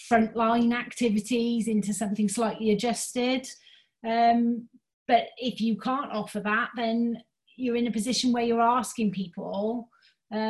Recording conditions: video call